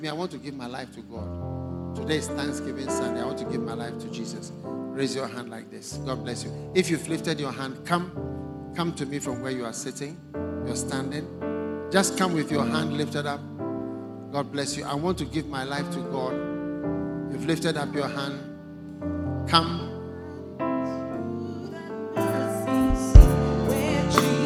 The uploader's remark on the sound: Preached at The First Love Experience Service, First Love Center. Accra.